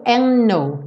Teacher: o D saiu, and no. Eu juntei os dois N's.